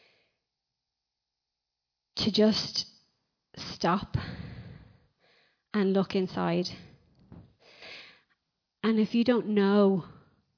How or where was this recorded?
large echoing room